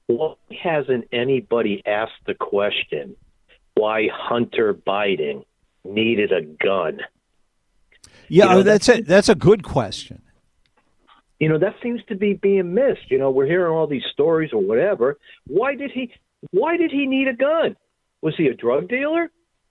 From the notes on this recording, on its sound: take phone calls